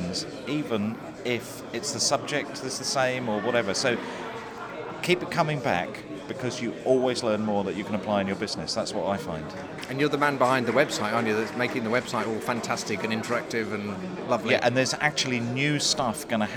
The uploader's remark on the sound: Anybody else he found hanging around at the Spring Convention – Fusion Live.